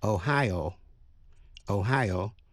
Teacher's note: nhấn mạnh vào vần nhì